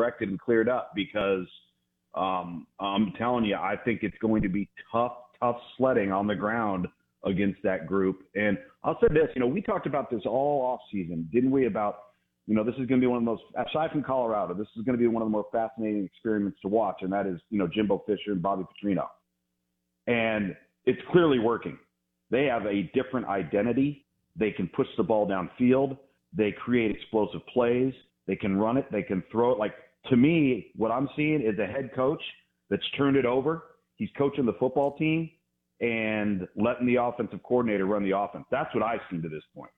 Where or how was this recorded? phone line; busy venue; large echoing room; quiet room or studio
phone line